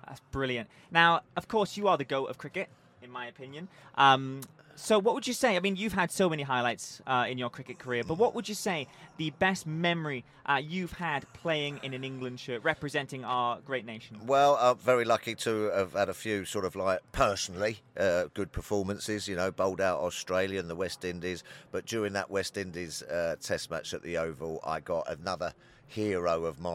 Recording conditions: busy venue